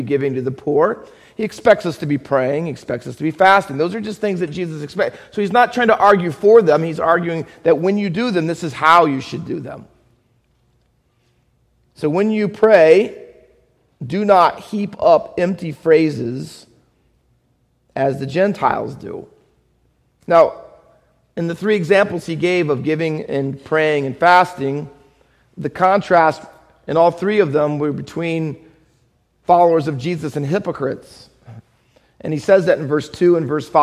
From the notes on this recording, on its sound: Faith Baptist Church in Hamilton, NJ.